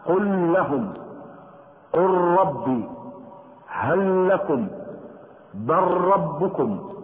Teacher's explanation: ووجه إدغام نحو هل لكم التماثل ونحو إدغام قل ربي التقارب